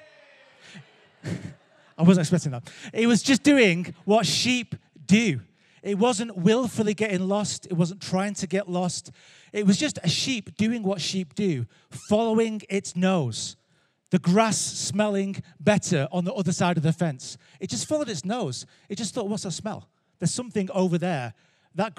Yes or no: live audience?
yes